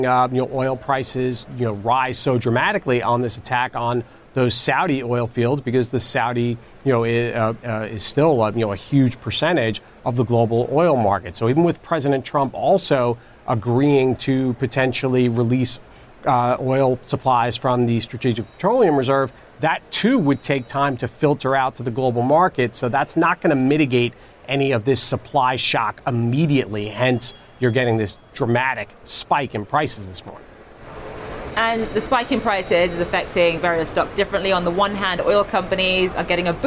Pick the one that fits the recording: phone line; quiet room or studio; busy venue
busy venue